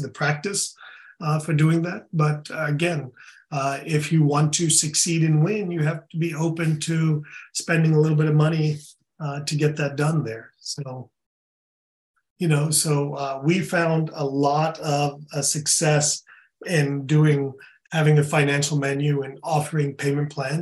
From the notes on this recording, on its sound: In this webinar recording